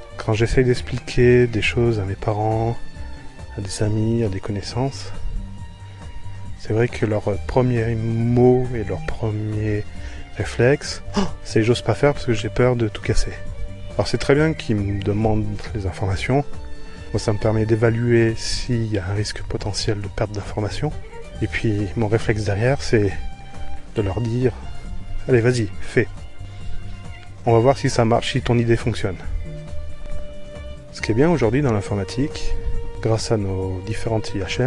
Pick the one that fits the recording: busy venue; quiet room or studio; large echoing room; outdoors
outdoors